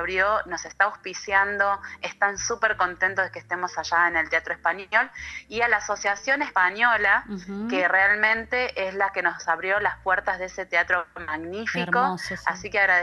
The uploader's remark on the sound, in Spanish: Charla Telefonica